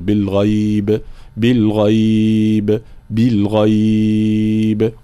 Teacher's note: وهو مد اللين، يجوز فيه الأطوال الثلاث مثل المد العارض القصر أو التوسط أو الطول، بالغيب بالغيب بالغيب، كلها أوجه جائزة.